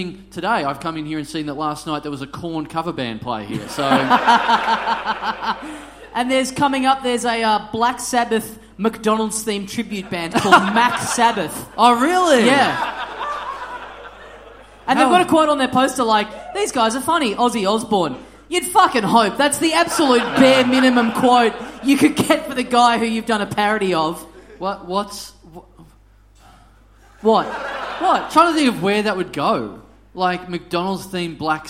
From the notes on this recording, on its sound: We're live in Brisbane. We battle with the audience for a little while.